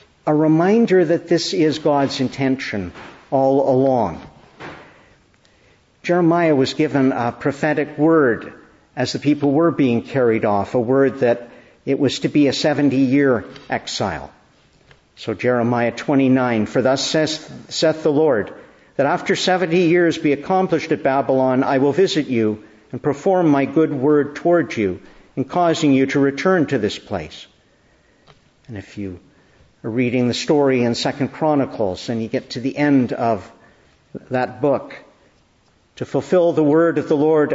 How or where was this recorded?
large echoing room